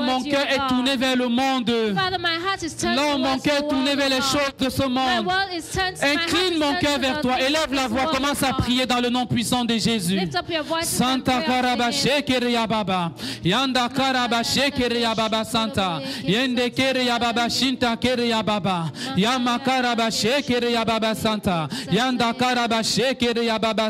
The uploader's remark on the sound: Preached during Joyful Hour Sunday Service